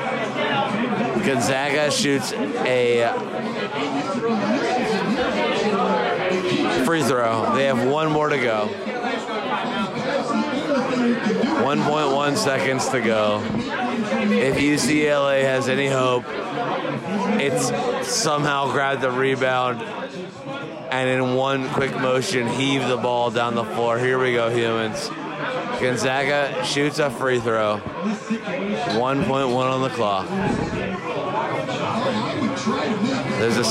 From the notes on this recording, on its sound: Live on Tape from Madison Square Garden